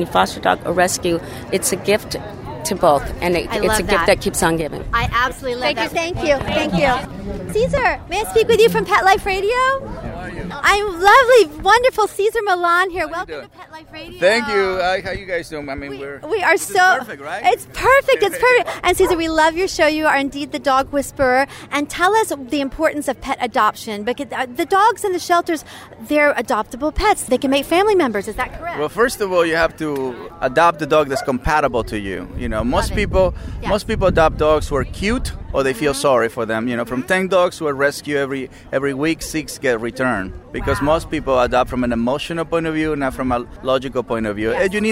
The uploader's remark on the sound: We are LIVE on the Red Carpet!